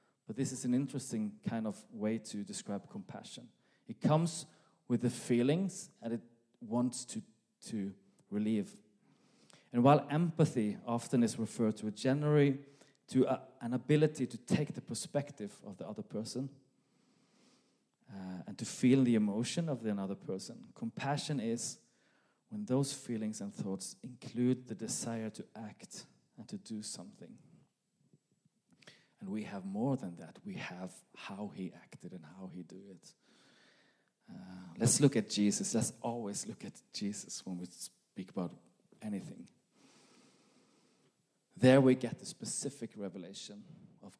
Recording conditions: live audience